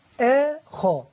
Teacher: الهمزة مرققة والخاء مفخمة · Term: التفخيم